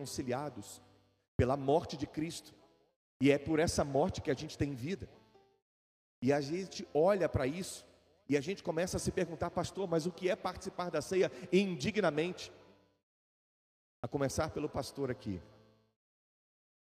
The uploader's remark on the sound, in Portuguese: Gravado ao vivo na igreja.